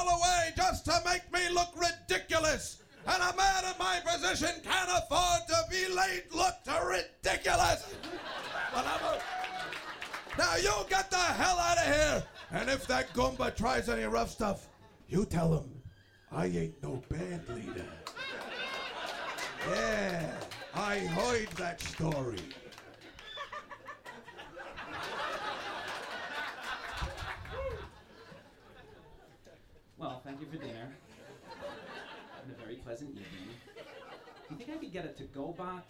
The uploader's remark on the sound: This is the full live recording. This doctored reading of The Godfather Part 1 was taped in front of a live audience at the Village Underground in the West Village.